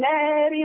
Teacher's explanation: أظهر التقليل لأن بعد الألف راء متطرفة مكسورة